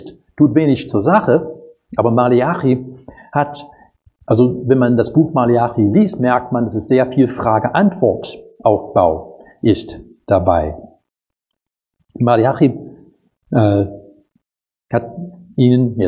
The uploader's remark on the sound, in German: Predigt aus dem Gottesdienst